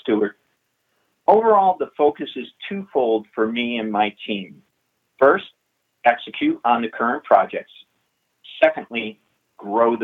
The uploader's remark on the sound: Investor Conference Call